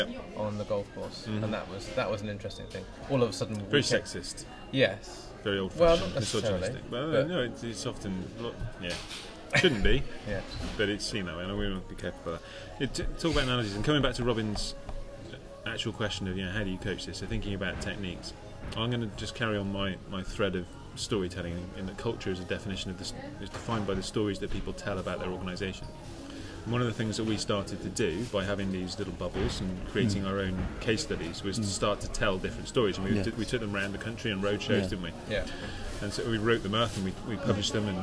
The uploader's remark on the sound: The Owain Glyndwr, Cardiff, UK. We stopped by a pub in the centre of name.